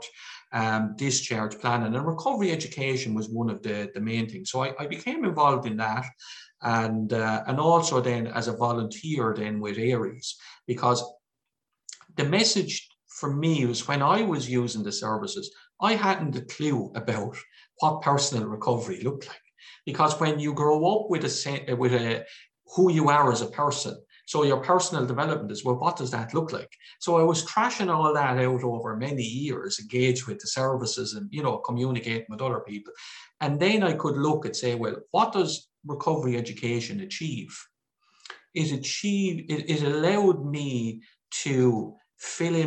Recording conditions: video call